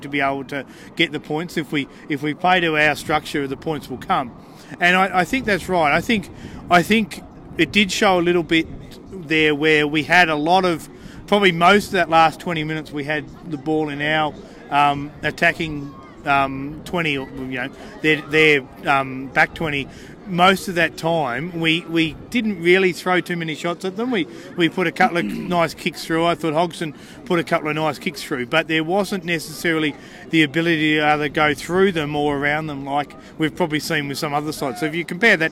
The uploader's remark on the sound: were at Canberra Stadium for The Greenhouse Live in Round 21